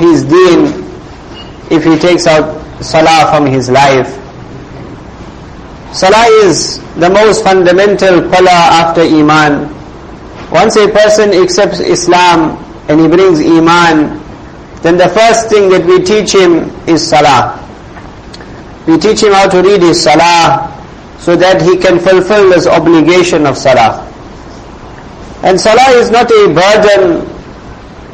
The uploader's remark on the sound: Jumuah lecture at May Street masjid